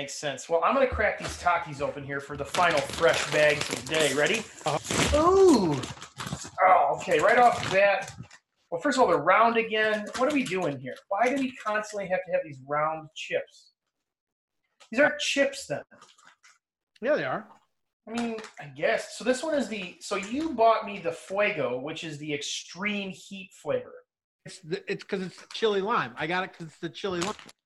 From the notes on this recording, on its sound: We are working through our sound issues and that we are addressing them.